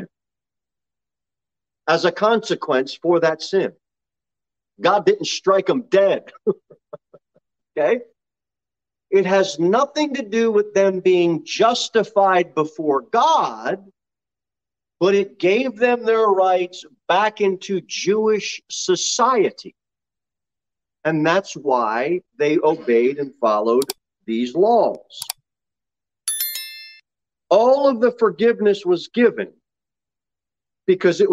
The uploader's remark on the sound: Sermon delivered at Pilgrim Baptist Church.